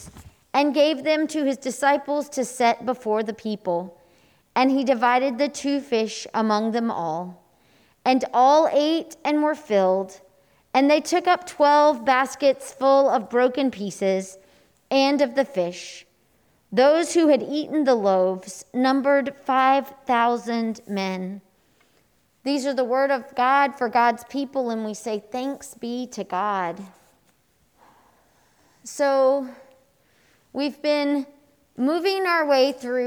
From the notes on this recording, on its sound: Here is our audio recording from this morning’s in-person worship service.